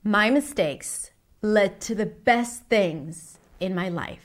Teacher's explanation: Notice how she slows down when she says best, and she changes her voice a little bit to emphasize the word.